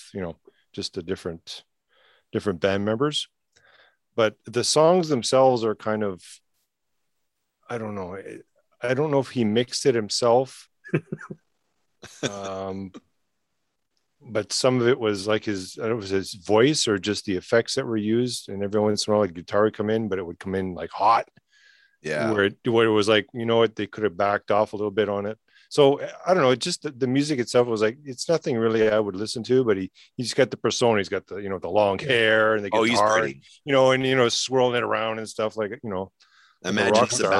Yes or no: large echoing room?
no